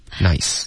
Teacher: nice,双元音你发成 nas,应该是 nai